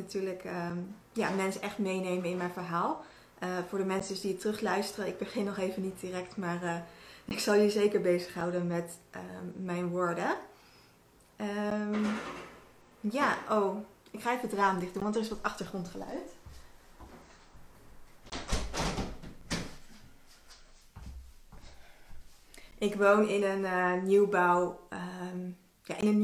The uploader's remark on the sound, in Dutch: Dit is een opname van een Instagram live.